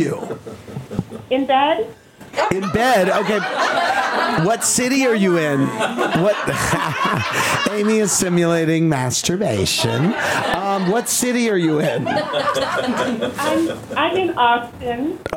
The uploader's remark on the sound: We welcome a live audience into our studios, open up the phone lines, sip on some holiday beverages.